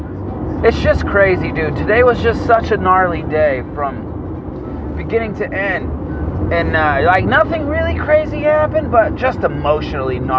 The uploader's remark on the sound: Please excuse the road noise.